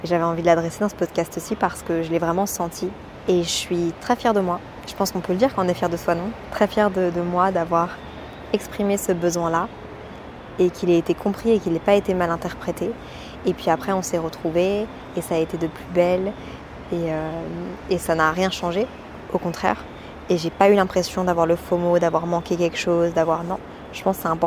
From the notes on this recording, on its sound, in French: Lorsque je voyage, je prends l'habitude de prendre mon micro, de l'allumer, de me balader et de vous parler. Entre 2 cafés, des bruits de talons, et le brouhaha de la ville, je vous emmène dans mes pensées, à Londres.